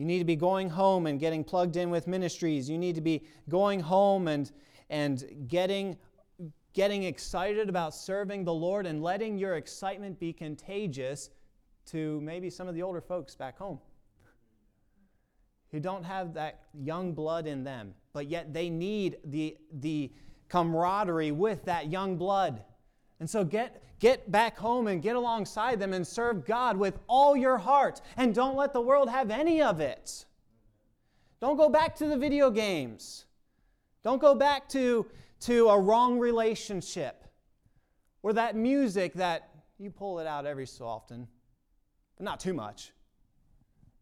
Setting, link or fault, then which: setting, large echoing room